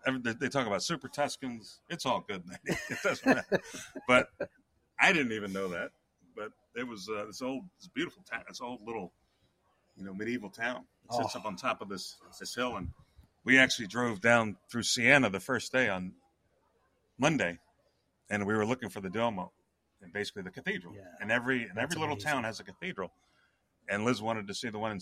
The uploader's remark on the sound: LIVE from the Ryder Cup. We are live from Rome and the Ryder Cup.